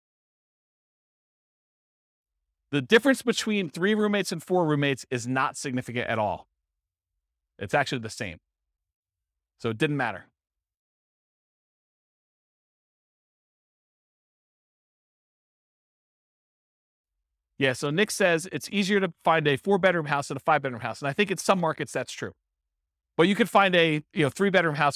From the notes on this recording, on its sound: This was a live class recorded.